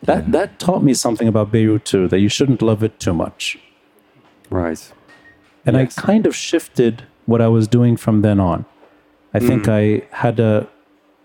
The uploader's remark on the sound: taped live at Aaliya's Books